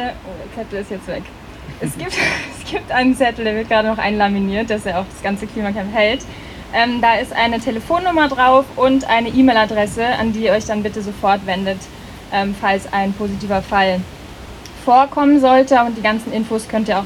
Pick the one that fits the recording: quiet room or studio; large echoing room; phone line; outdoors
outdoors